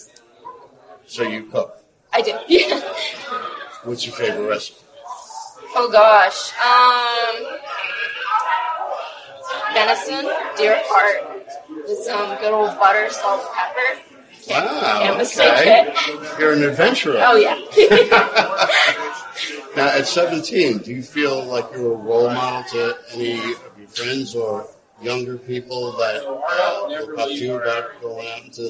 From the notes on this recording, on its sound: Sorry about the audio